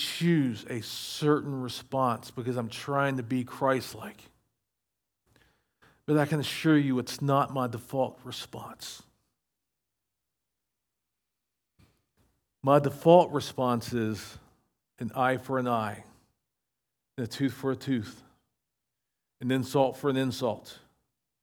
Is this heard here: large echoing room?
yes